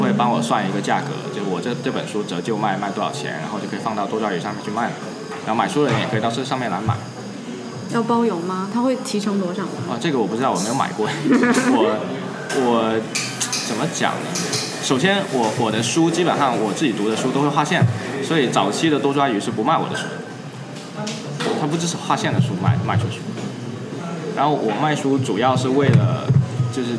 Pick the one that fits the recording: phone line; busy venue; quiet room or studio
busy venue